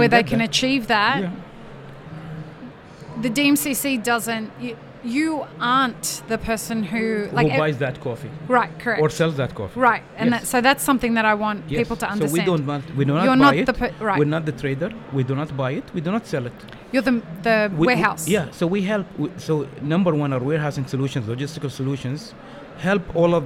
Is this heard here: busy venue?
yes